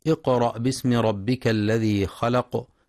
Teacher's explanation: ينتبه القارئ لقلقلة القاف في اقرأ ولترقيق الهمزة بعدها